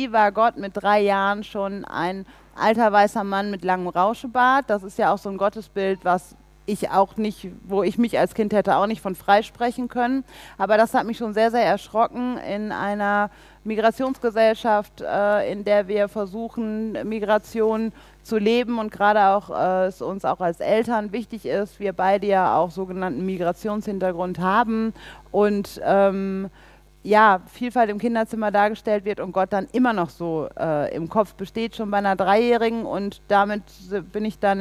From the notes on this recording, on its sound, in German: Stachel und Herz live beim DEKT. Vor ein paar von euch Fragen beantwortet.